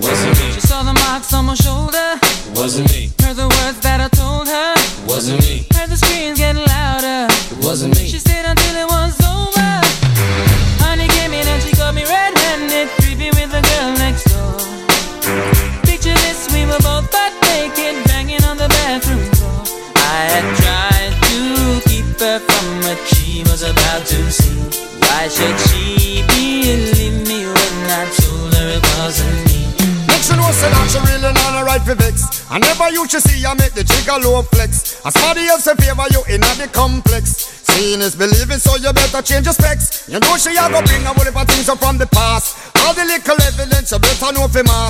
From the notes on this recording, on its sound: Live at Maggs Optics, Haverfordwest, 20th Year in Business Celebrations